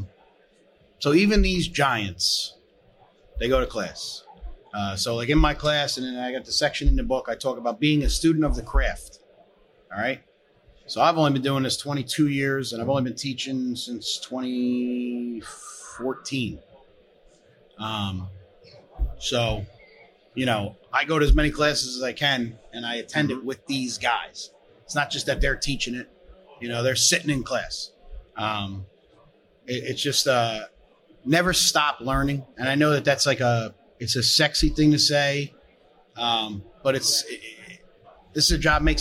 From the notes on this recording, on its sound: talks live at FDIC International 2023